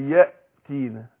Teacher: اقول يأتين احقق الهمزة